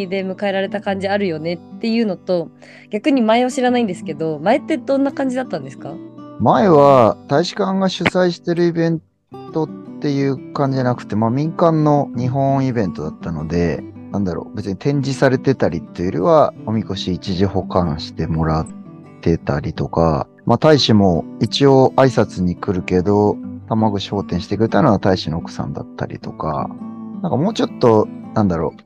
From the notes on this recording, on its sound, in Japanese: zoom収録のため少し聴き辛いです、ごめんなさい